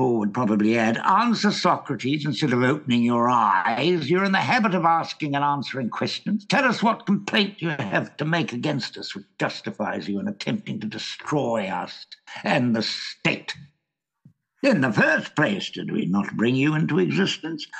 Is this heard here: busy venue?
no